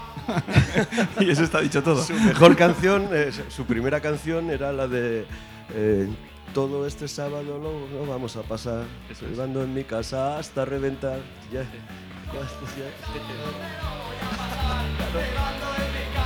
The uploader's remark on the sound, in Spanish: La grabamos en el espacio del ámbito Cultural del Corte Inglés de Callao con una sala llena y dos invitados.